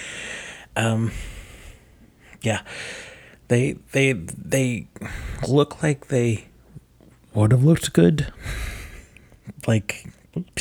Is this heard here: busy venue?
no